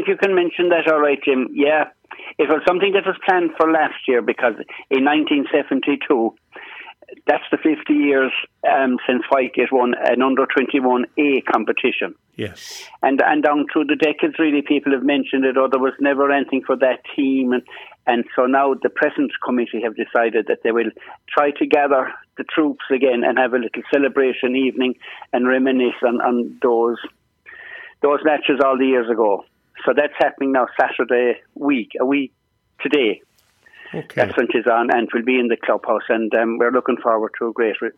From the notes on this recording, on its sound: joined on the phone by Whitegate correspondent